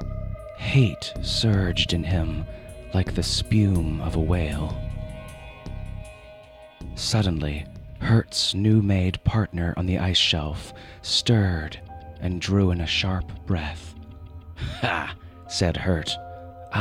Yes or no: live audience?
no